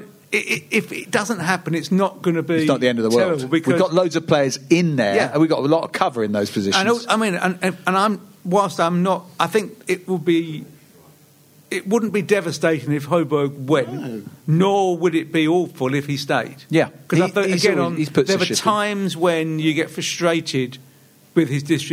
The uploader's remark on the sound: another special Live Spurs Show at the Albany in Great Portland Street